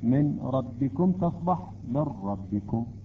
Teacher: إذن قلنا يصبح من جنس الحرف الثاني المدغم فيه، يعني النون الساكنة تقريبا تحذف ويلفظ الحرف الثاني بصورة مشددة، من ربكم تصبح من ربكم، أو من يعمل يصبح من يعمل. · Term: الإدغام